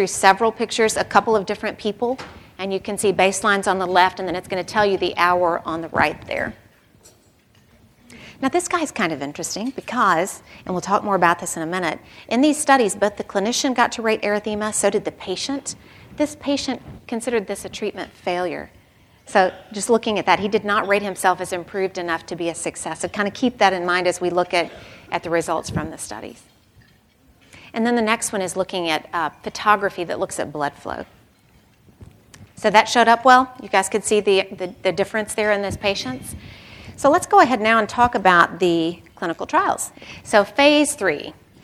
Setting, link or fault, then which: setting, live audience